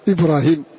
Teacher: ومنه قول عمرو بن نفيل عذت بما عاذ به إبراهيم إذ قال وجهي لك عان راغم، فهناك شواهد على هذا، عذت بما عاذ به إبراهيم هكذا إبراهيم، فكسر الهاء ولم يأتي بعدها ياء ولا ألف